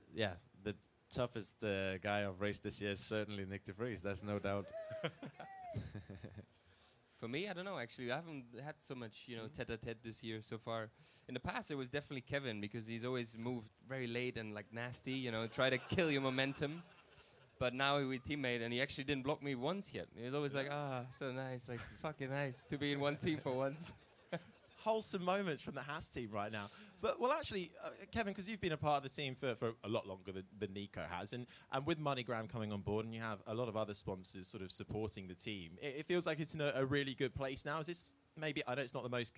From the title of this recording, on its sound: LIVE at the WTF1 Clubhouse